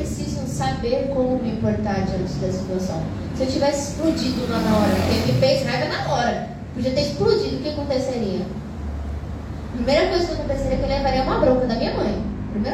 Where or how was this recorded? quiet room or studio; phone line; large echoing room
large echoing room